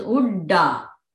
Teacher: But in Uddanartham, it is Udda. It's not a Mahaprana.